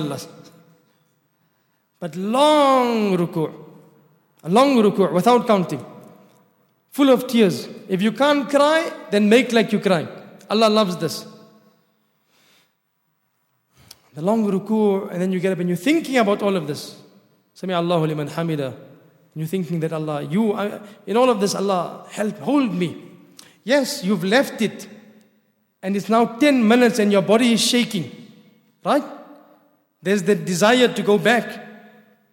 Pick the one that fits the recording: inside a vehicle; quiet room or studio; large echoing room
large echoing room